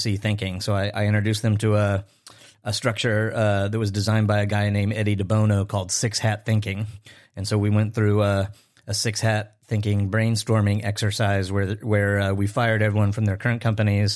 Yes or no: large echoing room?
no